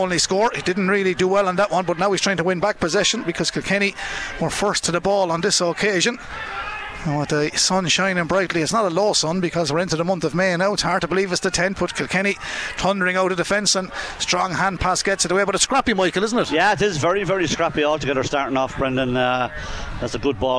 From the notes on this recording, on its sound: We were in UPMC Nowlan Park. Live in the stands.